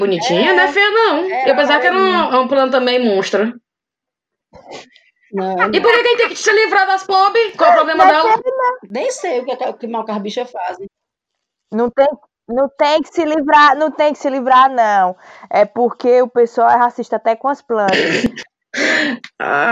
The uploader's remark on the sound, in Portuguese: Ainda estamos procurando uma maneira legal pra garantir um áudio bom de se escutar, mas tá dificil. Esse áudio de qualidade duvidosa.